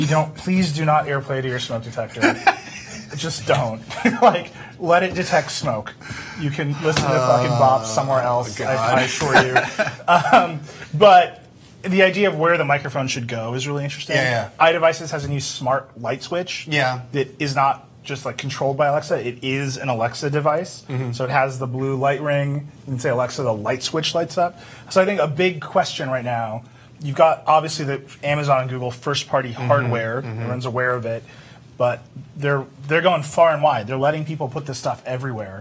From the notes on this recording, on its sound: CES 2018. What we did do was collect a bunch of audio recorded throughout the show — including clips from Circuit Breaker Live — to give you an idea of what it’s like to be at CES, and what kinds of things we saw this year.